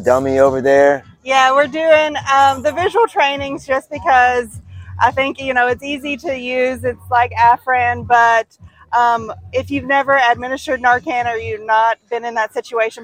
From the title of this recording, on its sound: On location at Pete3Fest